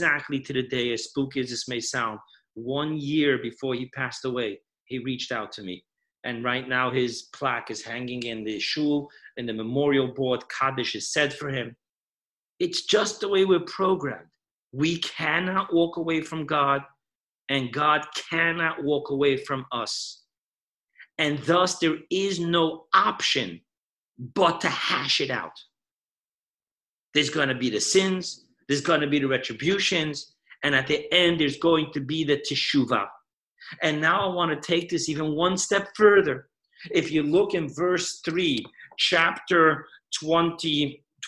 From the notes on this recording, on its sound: Weekly Zoom Parsha Class